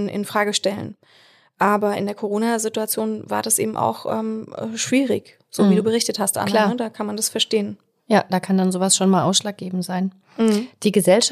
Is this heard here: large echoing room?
no